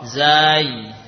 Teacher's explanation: Panjangkan dulu zai, baru ketemu ya sukun.